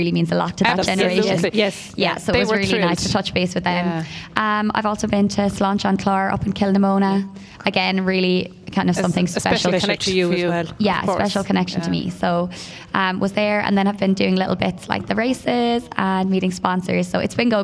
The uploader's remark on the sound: As broadcast live from the the Fair green at the Scariff harbour festival 5th August 2023.